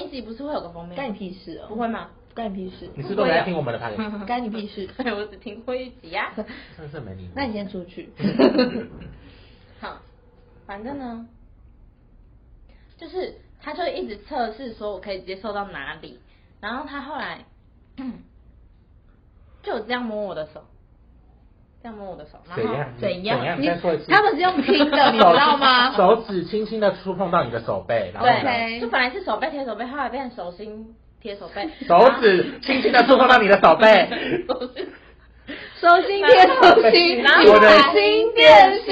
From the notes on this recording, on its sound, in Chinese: 本集有些許收音技術問題。吵鬧注意。